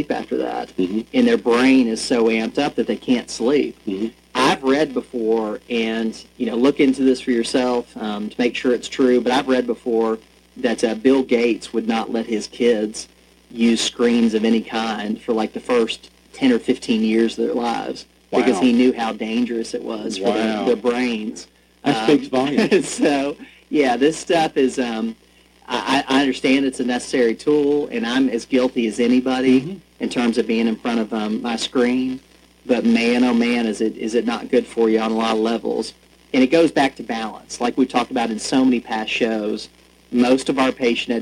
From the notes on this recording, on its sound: Sorry for the audio quality. We are working on fixing our recording equipment.